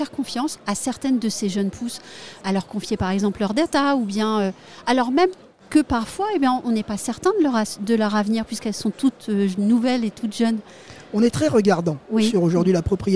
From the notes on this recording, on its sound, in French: Un sujet enregistré au Salon RENT. Un sujet enregistré au Salon RENT.